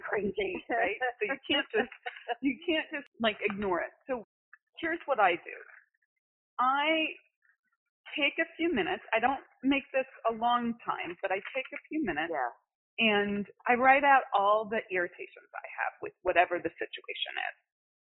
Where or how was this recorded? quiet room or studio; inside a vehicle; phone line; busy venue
phone line